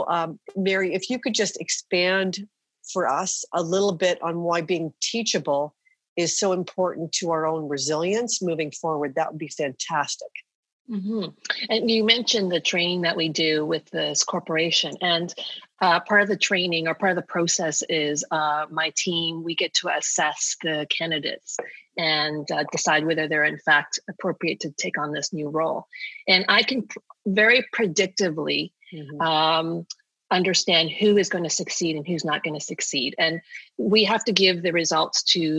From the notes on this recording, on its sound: Conversations recorded live via Zoom with the Gather Women community.